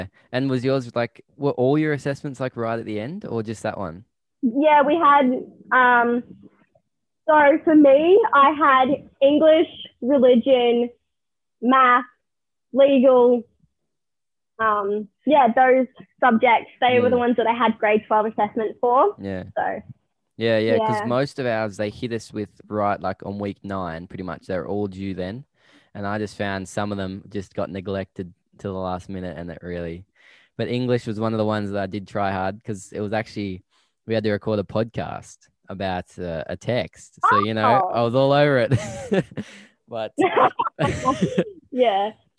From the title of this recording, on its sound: joins me over zoom